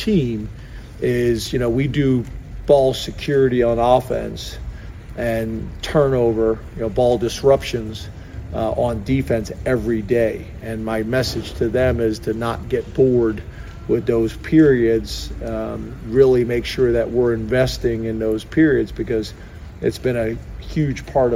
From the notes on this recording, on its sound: addresses the media in a press conference after practice